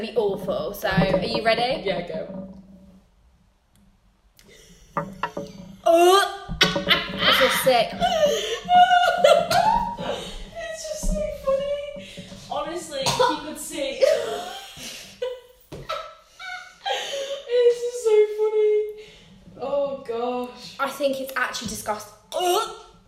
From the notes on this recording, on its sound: apologies for the background noise